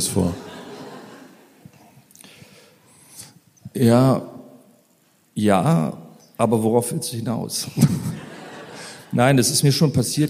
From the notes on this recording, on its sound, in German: Dann haben wir das ganze noch live beim Mit Vergnügen Podcast Fest im Berliner Funkhaus aufgenommen. Ich glaube man hört auch, wie sich die Stimmung im Publikum während des Gesprächs verändert.